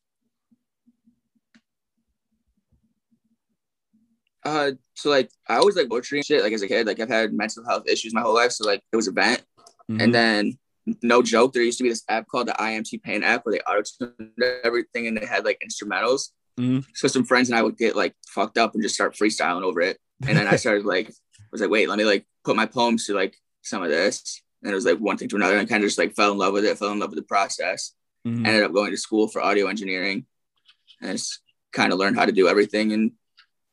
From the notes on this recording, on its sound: First Zoom Podcast